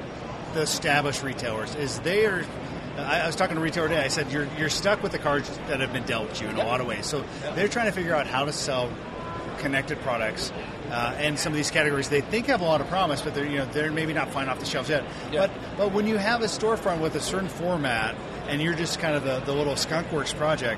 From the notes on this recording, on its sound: Live on Thursday from show floor of CES 2016. Thanks to Anova for letting us sit and take over the booth for an hour!